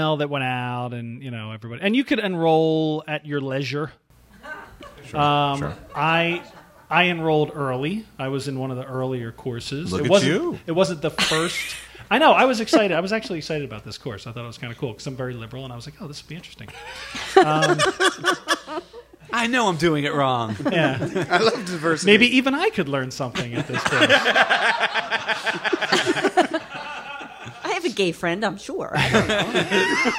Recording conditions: live audience